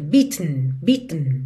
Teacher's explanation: Essa palavra beaten, ela é bem interessante, porque o E não é pronunciado. Então, do T para o N, você faz um tn, tn. É quase como se fosse um som para dentro.